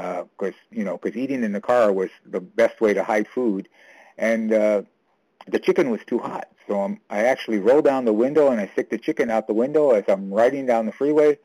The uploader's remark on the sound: 100 Pounders Phone Meeting